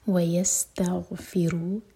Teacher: غین ساکن پر تھوڑا سا ٹائم دیں تاکہ جھٹکا نہ ہو